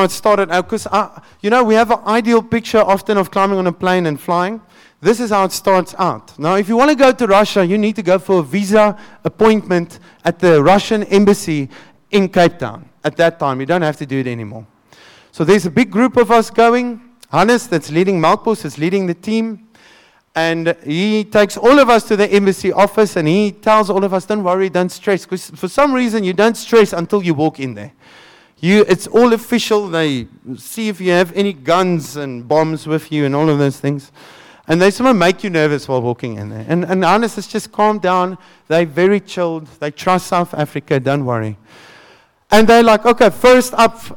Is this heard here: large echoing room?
yes